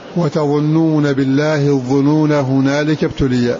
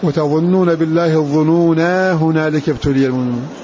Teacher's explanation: والمراد بالقصر حذف الألف بعد النون واللام، فتكون قراءة غيرهم بإثبات الألف واصلا بعد النون واللام